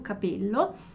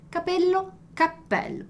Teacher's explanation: o E fechado de cabelo, capello, e o E aberto de chapéu